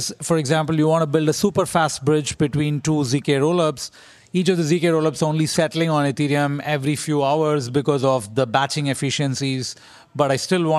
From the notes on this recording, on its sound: Spontaneous session recorded at Devconnect 2023 in Istanbul! Spontaneous session recorded at Devconnect 2023 in Istanbul!